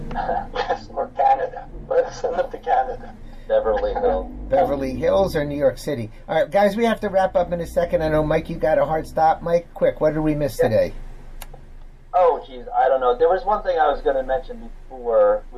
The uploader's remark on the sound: Due to technical difficulties, the audio is not high quality for the latter part of this episode.